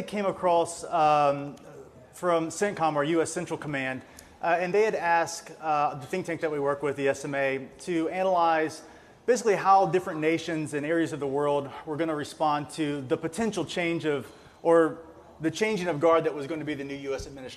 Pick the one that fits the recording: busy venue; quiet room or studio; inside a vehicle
busy venue